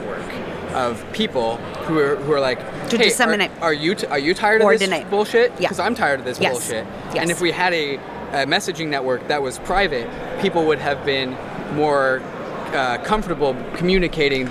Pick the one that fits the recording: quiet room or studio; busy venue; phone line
busy venue